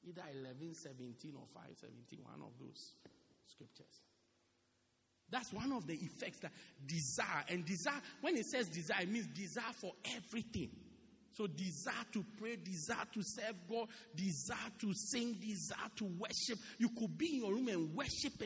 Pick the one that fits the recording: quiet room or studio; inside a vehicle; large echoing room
large echoing room